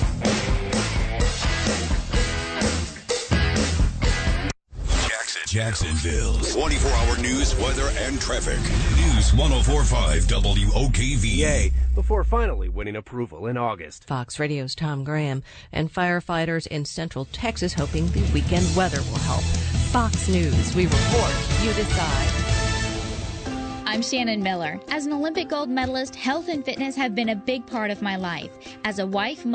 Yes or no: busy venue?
yes